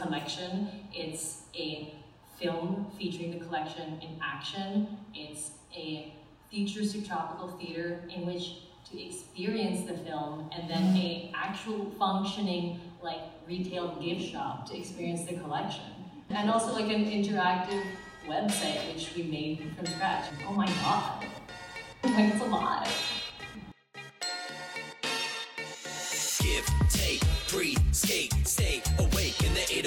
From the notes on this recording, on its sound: Toqa recently held a Panel, Pop-up and Party at the very conducive Kaimana Hotel (apparently under enlightened management.) Youʻre dropping into toqaʻs installation at Foster Garden and hearing the panel at the Pop-up Party. Tough audio?